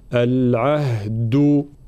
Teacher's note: الدال قلنا شديدة مجهورة، العهد، يلزمنا شوية مجهود هنا لنطق الدال بعد الهاء، العهد، هكذا.